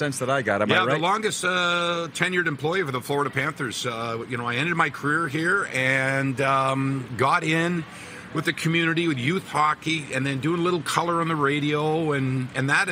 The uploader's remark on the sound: LIVE AT THE POMPANO BEACH HOUSE IN FLORIDA!